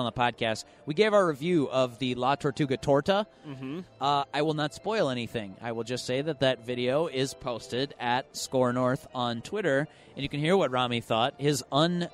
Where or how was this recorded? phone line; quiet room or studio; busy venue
busy venue